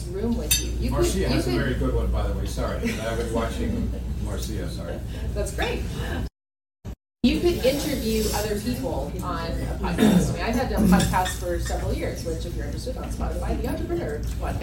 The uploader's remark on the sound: This podcast is a live recording of a marketing AMA at a small business event.